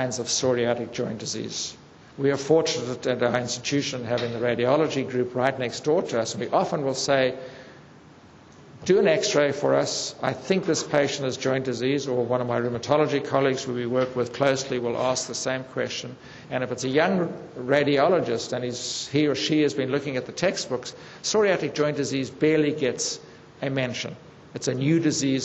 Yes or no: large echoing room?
yes